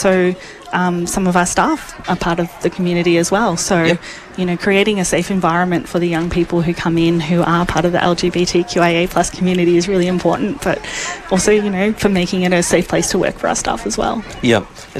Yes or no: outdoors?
yes